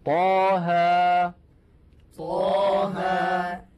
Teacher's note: طاء بمقدار حركتين لأنه مد طبيعي، وكذلك ها بمقدار حركتين